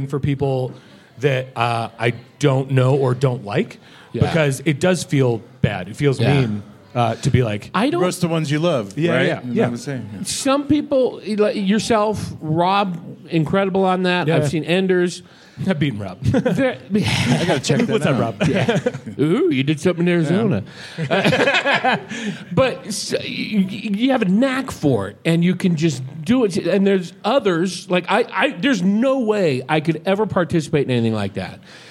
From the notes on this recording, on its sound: LIVE at the Green Room Flagstaff for The Big Pine Comedy Festival. Live From Big Pine. LIVE at the Green Room Flagstaff for The Big Pine Comedy Festival.